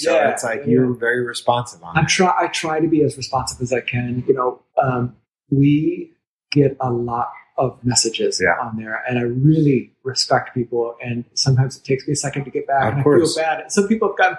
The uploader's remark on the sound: In his famed gallery on the doubly famed, Duval Street. The audio is a bit dodgy on this episode.